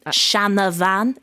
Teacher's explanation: So you're adding in a gota cunta, as we call it in Irish. So a vowel there to help you out in between the D and the R.